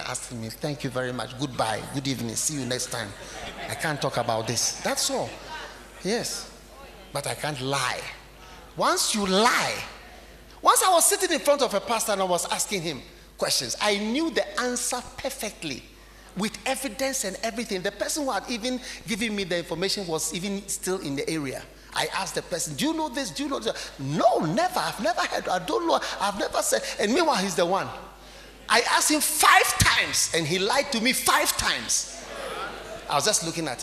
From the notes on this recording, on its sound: Preached at the Identifying Dangerous Enemies Conference, Kenya